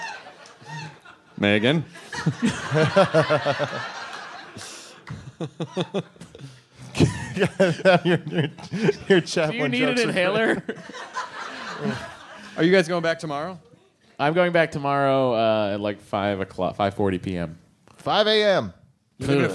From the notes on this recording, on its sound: Live in Northampton, Massachusetts at the intimate and legendary "Iron Horse"! In-person quemments!